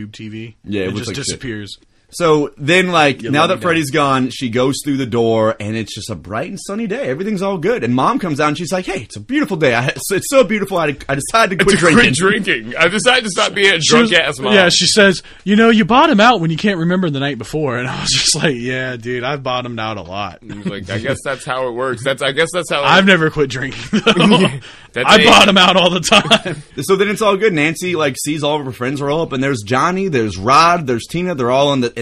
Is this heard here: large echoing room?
no